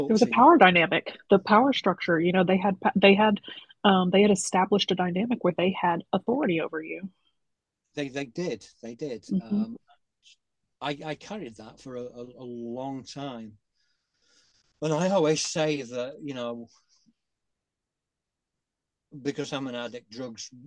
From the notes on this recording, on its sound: An enlightening Zoom call conversation. This virtual gathering provided a platform for these remarkable individuals to share their unique insights and experiences.